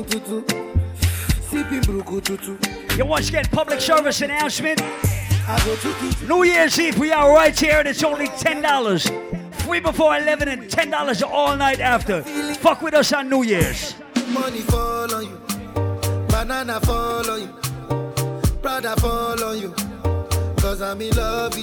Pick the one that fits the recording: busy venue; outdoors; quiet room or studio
busy venue